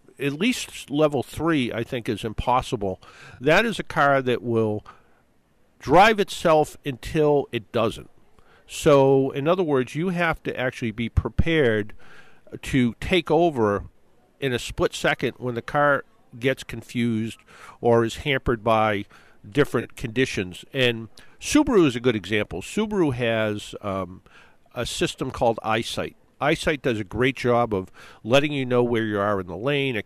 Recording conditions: busy venue